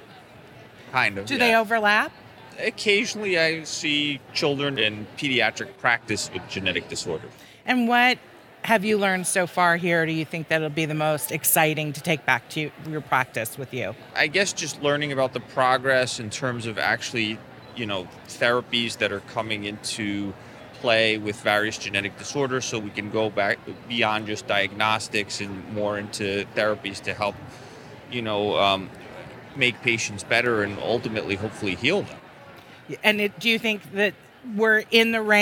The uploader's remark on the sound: On the floor at the American College of Medical Genetics and Genomics (ACMG) annual meeting in Seattle. As the team walked around the conference.